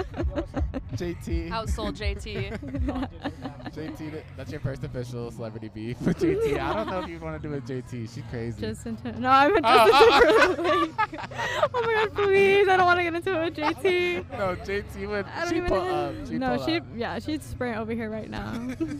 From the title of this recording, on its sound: LIVE from SpringFest